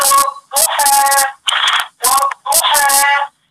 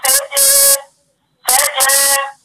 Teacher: الضحى فيها المد حركتين من الالف وفي اذا سجى سجى برضو فيها مد حركتين بالالف